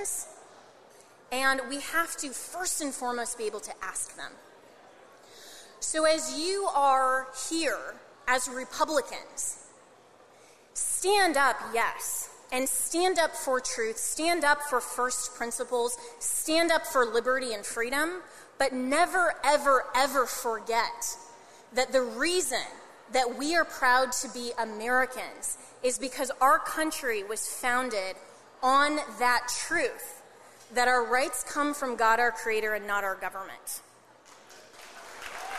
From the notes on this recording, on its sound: Keynote from the New York Young Republicans Club.